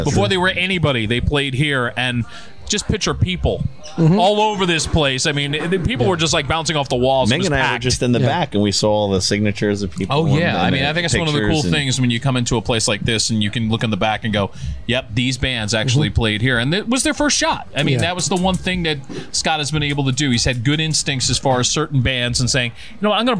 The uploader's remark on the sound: records LIVE from The Saint in Asbury Park, NJ